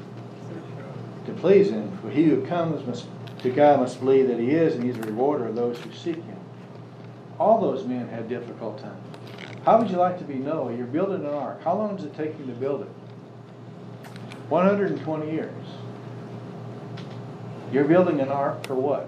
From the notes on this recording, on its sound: Services have resumed with Social Distancing in place, so we have returned to live recordings. Sunday Sermon.